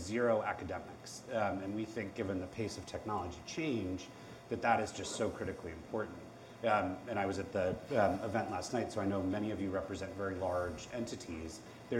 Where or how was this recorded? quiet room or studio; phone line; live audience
live audience